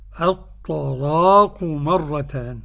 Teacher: قرأ ورش بتغليظ اللام الطلاق